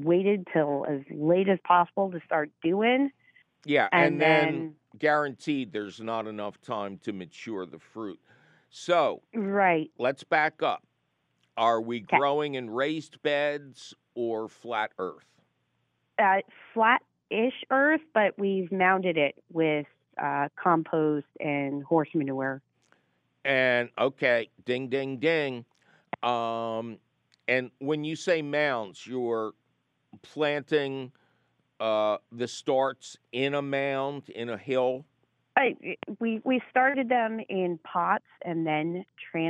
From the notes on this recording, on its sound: your fabulous phone calls!